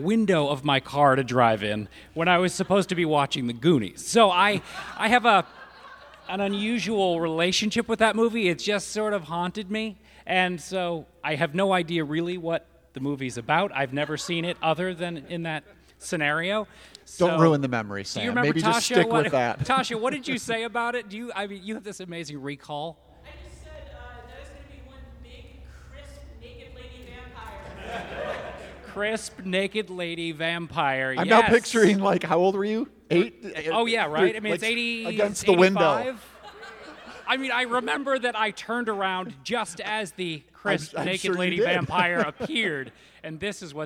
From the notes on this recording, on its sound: With a 35mm-screening of Howard Hawks' RIO BRAVO at Chicago's venerated Music Box Theatre. Took questions from the audience.